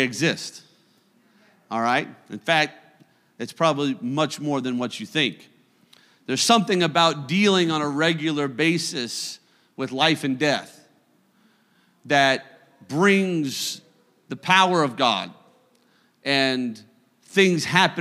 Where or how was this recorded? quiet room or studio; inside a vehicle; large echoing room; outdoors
large echoing room